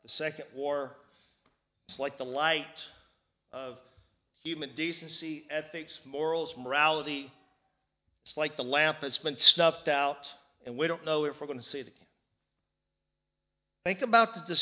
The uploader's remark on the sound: Recorded live in Liberty Church on 30th June 2019